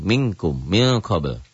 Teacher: bunyi nun matinya sudah tidak tampak lagi, dominan kepada ang. Itu manakala nun matinya bertemu dengan kaf atau kof. · Nun mati atau tanwin saat berhadapan dengan kaf atau kof, engnya banget. · Term: ikhfa yang abad